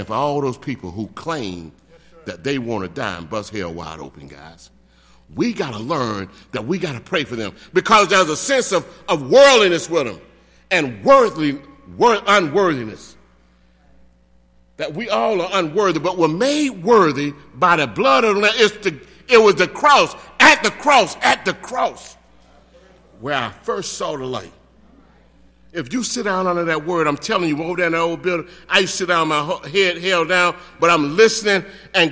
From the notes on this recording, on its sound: delivered the sermon for our 148th Church Anniversary service on May 27, 2018.